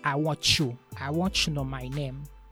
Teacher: t plus y equals a sound ch